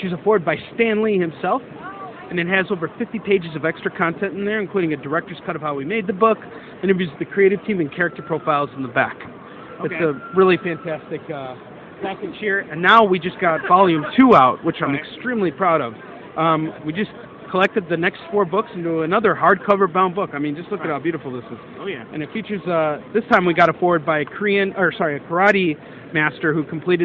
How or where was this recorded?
busy venue